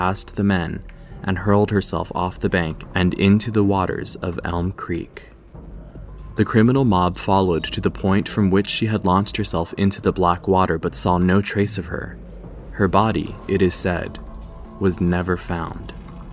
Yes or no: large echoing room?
no